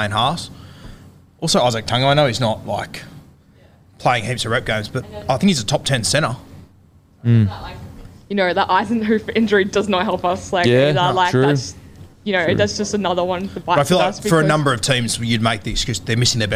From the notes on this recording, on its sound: in front of our live crowd